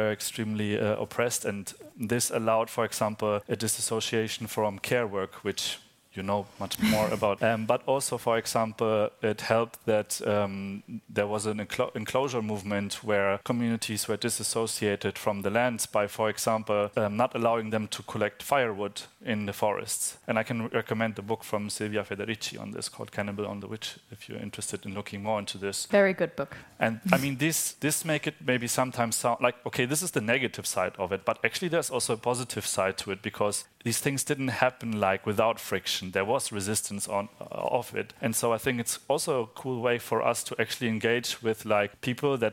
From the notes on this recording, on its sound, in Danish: En liveoptagelse af samtalen. Samtalen fandt sted i oktober 2022 på vidensfestivalen GRASP.